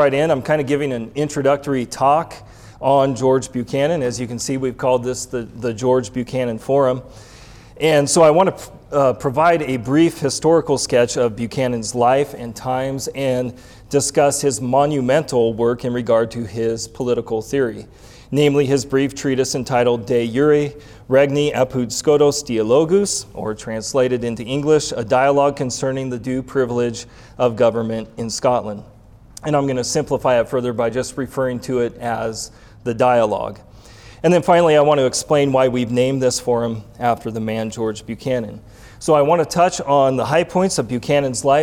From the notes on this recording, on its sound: Recorded January 29, 2021 at the 2021 Winter Forum in Moscow, Idaho